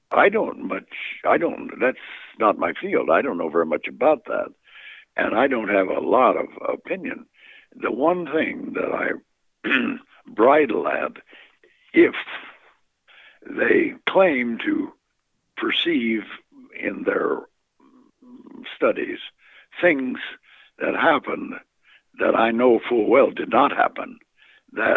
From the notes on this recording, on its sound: phone interview